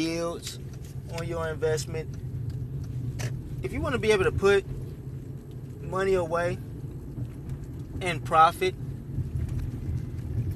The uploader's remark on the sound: while driving through the city